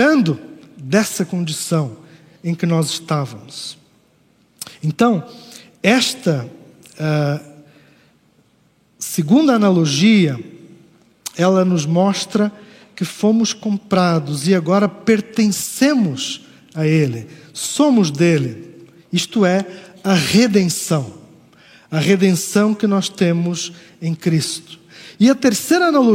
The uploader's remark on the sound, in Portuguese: Culto ao vivo IBMorumbi